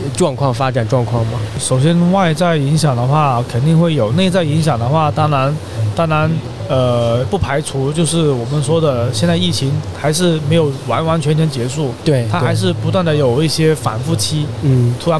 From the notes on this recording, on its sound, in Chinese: 越·野Talk来到OUTDOCS中国国际户外影像嘉年华在佛山的现场，进行了长达12小时的播客直播录制。我们将这些现场录制下来的音频发布在这里。